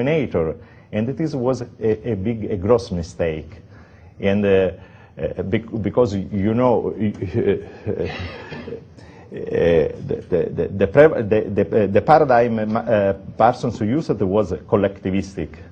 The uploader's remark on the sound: Hayek Memorial Lecture. From the 2008 Austrian Scholars Conference at the Mises Institute; Auburn, Alabama.